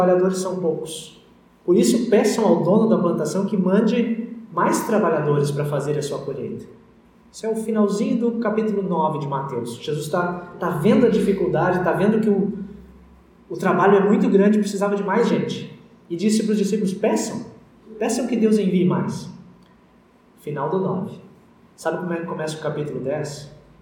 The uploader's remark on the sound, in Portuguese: Áudio da mensagem do útlimo culto presencial antes das restrições em função da pandemia da COVID-19.